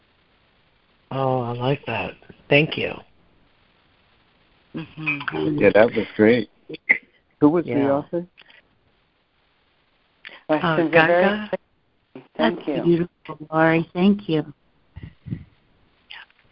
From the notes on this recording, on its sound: ACIM Daily Conference Call